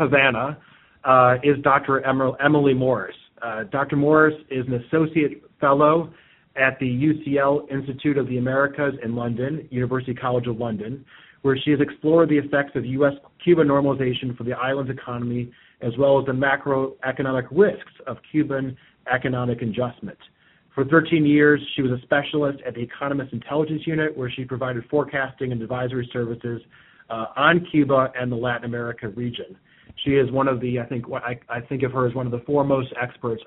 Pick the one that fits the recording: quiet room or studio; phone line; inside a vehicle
phone line